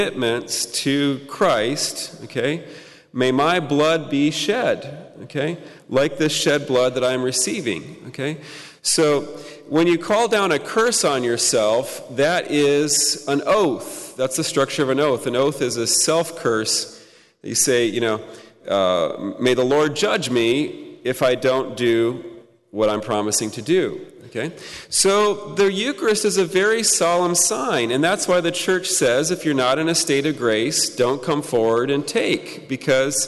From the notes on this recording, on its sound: Talk Two presented at the Fullness of Truth Conference